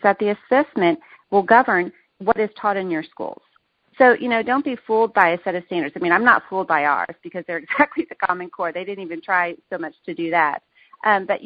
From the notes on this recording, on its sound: Women On the Wall Conference Call